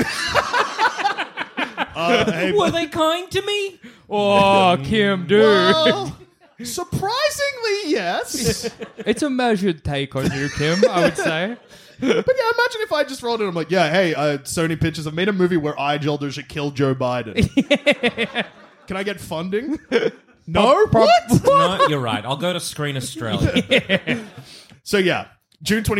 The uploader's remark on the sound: (Live). Recorded live on Monday 27th June at the Retreat Hotel. This episode worked well live and the audience didn’t rush the stage.